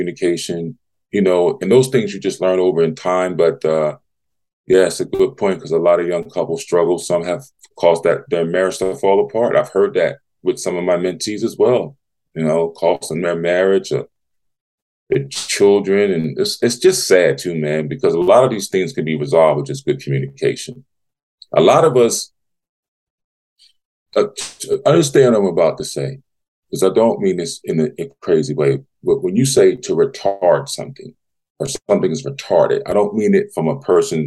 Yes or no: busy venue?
no